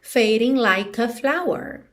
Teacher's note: porque o E de like não é pronunciado, você já junta o K no A